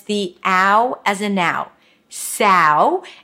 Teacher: Notice that the ow as a now starts with a front vowel. Ah, it's actually the ah, as in the word cat, sa, sa.